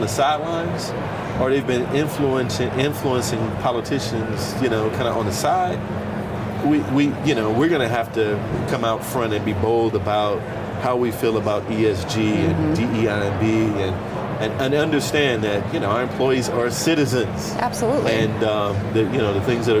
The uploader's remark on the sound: Studio on the road (again) to the 2023 HR Technology Conference & Exposition , held October 10–13 in Las Vegas. HR Tech 2023.